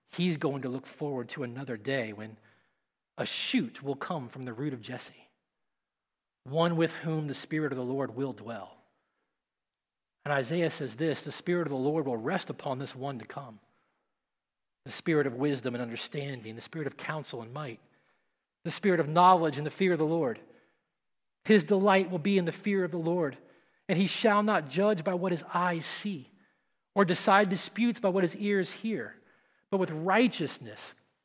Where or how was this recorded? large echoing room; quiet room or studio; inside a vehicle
large echoing room